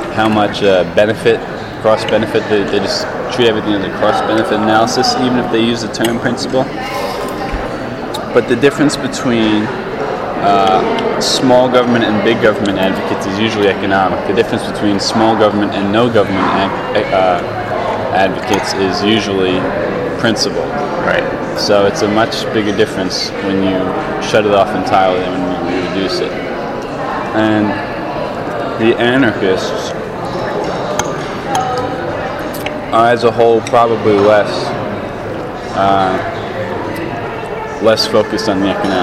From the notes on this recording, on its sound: This interview was conducted during our Sunday morning breakfast, so the sounds of the dining hall are quite audible in the background.